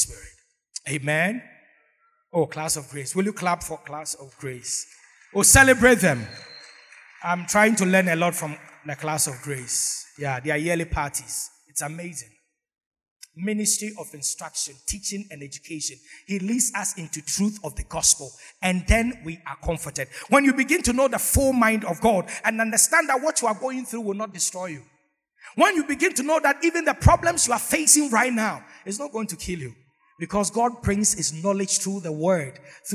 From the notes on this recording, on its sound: Sermon preached at CBC Shiashie Campus